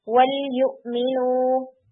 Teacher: لام امر میں ہم ہمیشہ اظہار کرتے ہیں نو میٹر کہ اس کے بعد کون سا حرف آ رہا ہے، یعنی کوئی بھی حرف آئے گا تو آپ اظہار کر کے ہی پڑھیں گے.